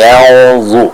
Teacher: bisa ditebalkan sedikit lagi untuk bacaan dari ikhfa yang ada pada kata yanzurun tersebut